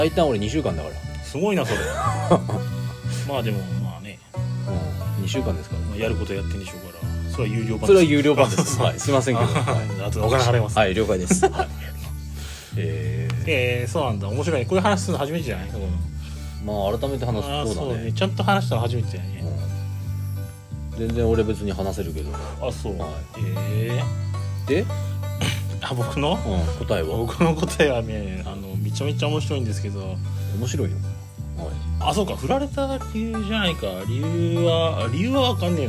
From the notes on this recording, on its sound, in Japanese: 雨の中の収録となった今回